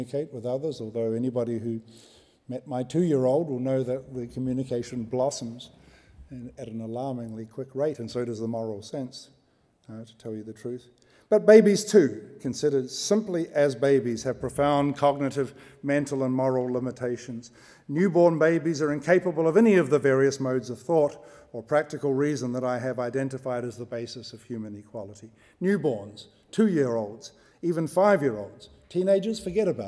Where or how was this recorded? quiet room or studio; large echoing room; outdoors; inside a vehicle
large echoing room